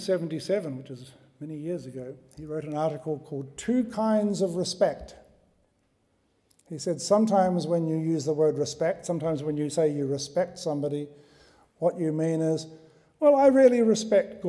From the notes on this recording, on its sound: At the University of Edinburgh's Playfair Library.